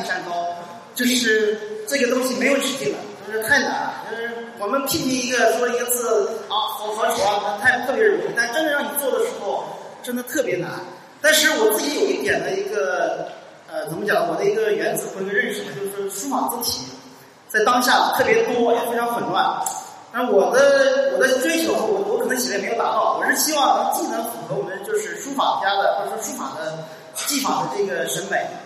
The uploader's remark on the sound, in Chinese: 后信息时代 大会年末于广州落下帷幕。本期节目播出现场录音，以飨未能到场的听众。在广州摩登大道时尚集团跨界艺术馆举办。